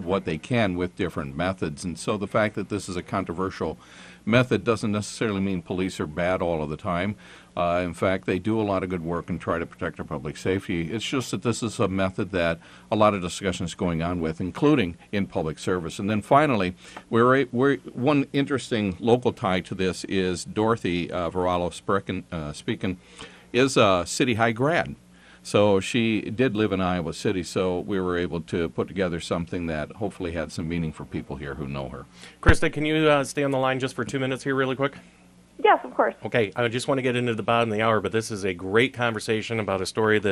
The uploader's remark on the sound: IowaWatch talks on KXIC radio. In studio. By phone.